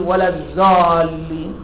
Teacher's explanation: مثلا الفارسي ما يقدر يقول ولا الضالين، يقول ولا الزالين